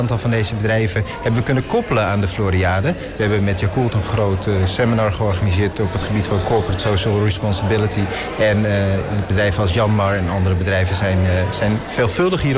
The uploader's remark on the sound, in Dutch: Een van de events op de Floriade Expo-terrein vond plaats op 6 oktober: het Floriade Hub Café. Een live-radioprogramma vanuit de Green Innovation Hub in The Natural Pavilion met muziek en aansprekende gasten uit de wereld van tech en innovatie.